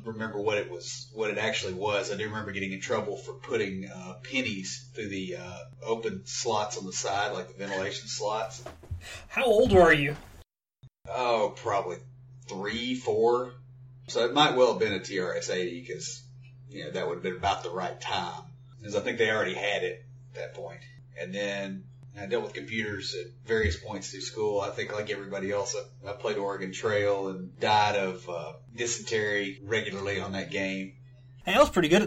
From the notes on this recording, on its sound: The audio quality is not the best as we were learning to use the equipment and figuring out how to best record and master the show.